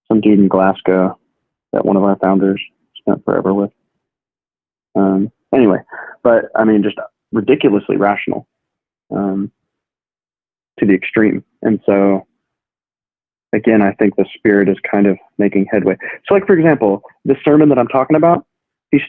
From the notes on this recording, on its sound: Had an impromptu phone conversation.